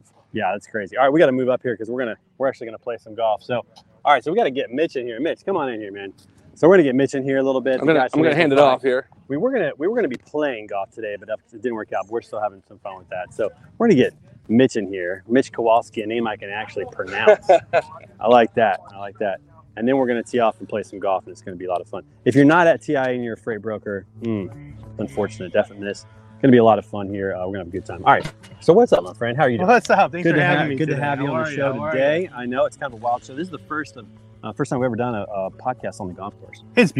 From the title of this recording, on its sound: Standing Out LIVE from the Golf Course